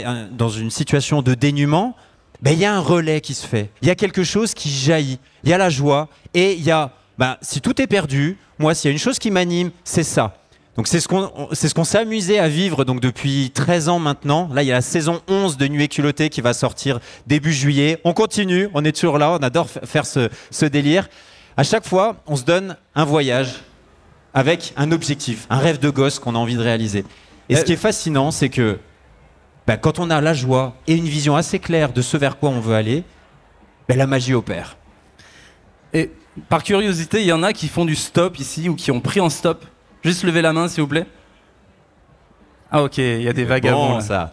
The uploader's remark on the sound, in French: Cet épisode est un échange entre voyageurs, contemplatifs de l’âme avec un public avide de nature et de dépaysement. On s’est retrouvé autour d’une table sur la scène du Think Tank.